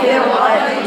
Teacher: اما كلمه فرقه فالراء مفخمه قولا واحدا